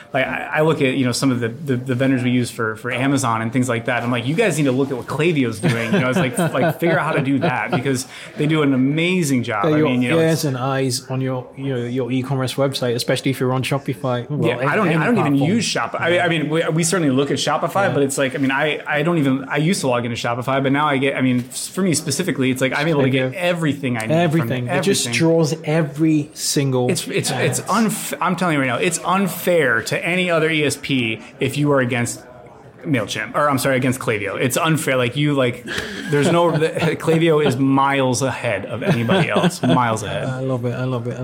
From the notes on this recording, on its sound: This is interview #1 at the Klaviyo:BOS 2019 conference.